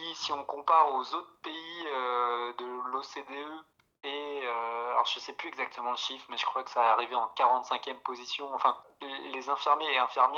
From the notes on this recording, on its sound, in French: Il et elle racontent au téléphone.